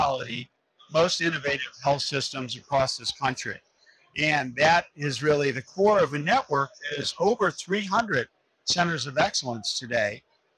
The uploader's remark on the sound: Interview in Action live from HLTH.